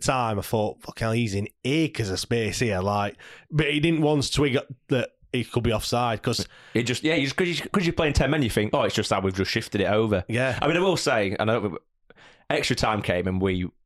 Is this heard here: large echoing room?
no